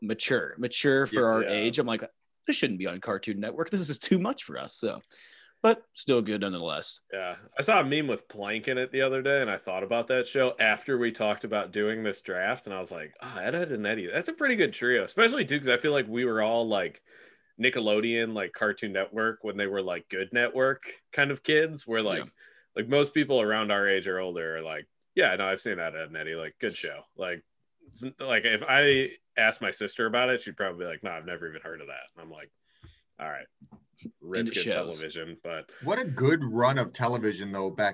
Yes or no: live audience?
no